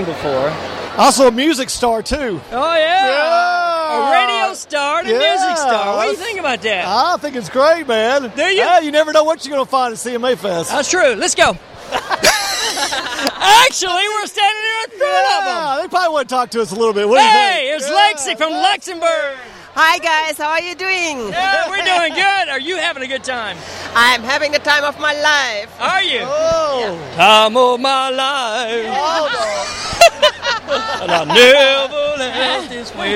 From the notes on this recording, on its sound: The 2014 CMA Music Festival put another shot in the arm of the Nashville, TN economy. Enjoy the Thursday night stadium show coverage with plenty of live clips and fun with the attendees.